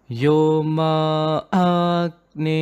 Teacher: the ma and a which you pull further should be in equal duration yo ma ne right so do not when you say in case if you're saying ma Agni will be wrong or Yoma Agni will be wrong. · Term: Dirgha Svarita